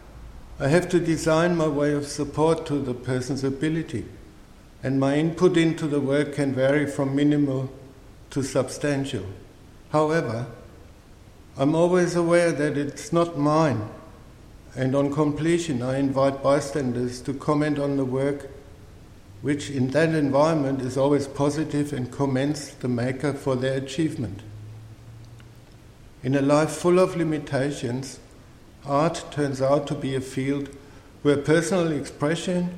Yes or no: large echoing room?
yes